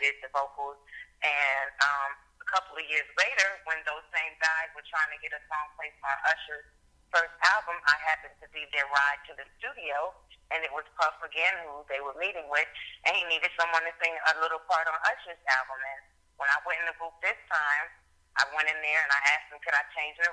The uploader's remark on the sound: chats on the phone